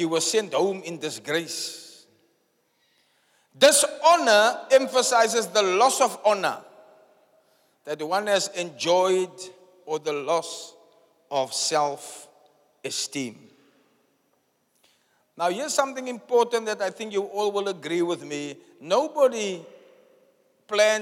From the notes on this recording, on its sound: Preached at the Zion Sanctuary, Cape Town